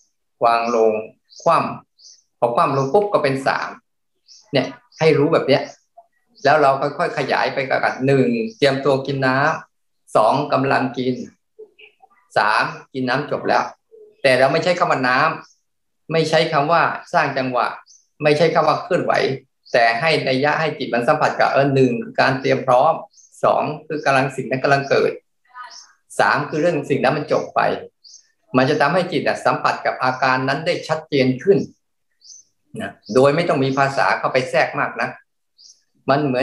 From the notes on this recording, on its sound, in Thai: คอร์สออนไลน์ (ผ่านโปรแกรม Zoom)